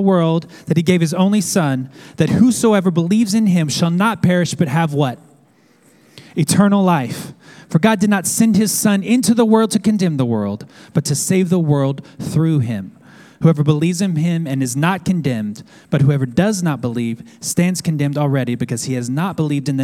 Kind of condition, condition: setting, large echoing room